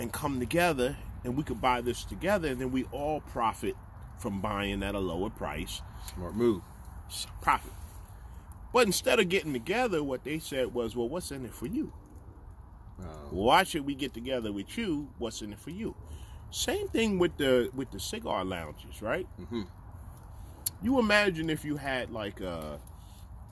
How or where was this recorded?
outdoors